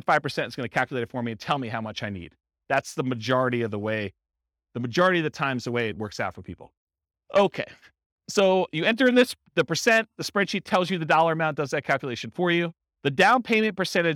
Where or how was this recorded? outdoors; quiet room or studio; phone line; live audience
live audience